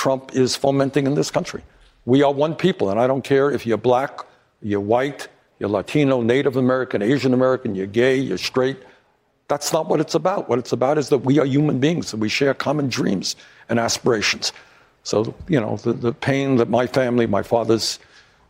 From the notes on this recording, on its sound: Answers questions from voters in New Hampshire during a live town hall. At Saint Anselm College in New Hampshire.